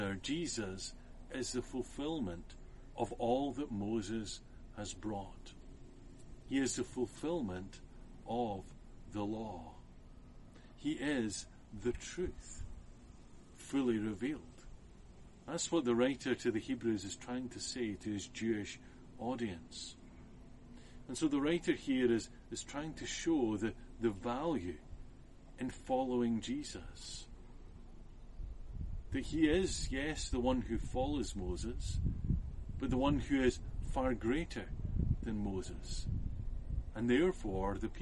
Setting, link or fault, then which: fault, wind noise